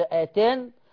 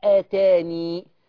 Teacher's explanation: الخلاف عند الوقف، هل أقف بالحذف آتان أم أقف بإثبات الياء آتاني؟